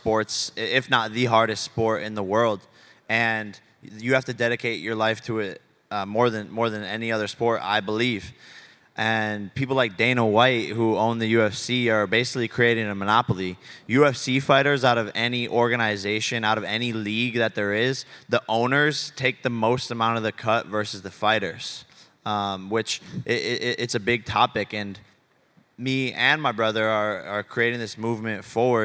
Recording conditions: busy venue